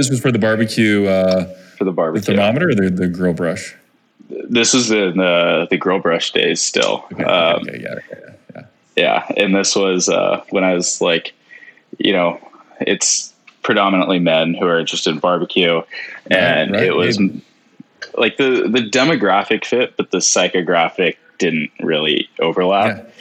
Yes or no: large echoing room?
no